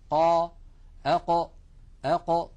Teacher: حرف القاف يا إخوة يخرج من أقصى منطقة من أقصى اللسان مع ما يحاذيه من الحنك اللحمي